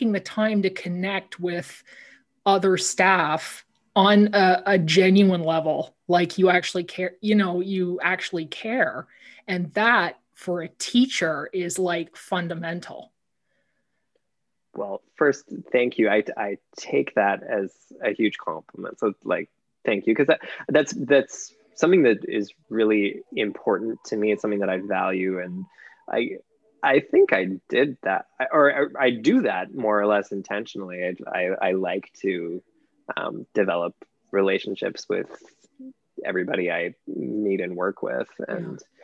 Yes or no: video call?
yes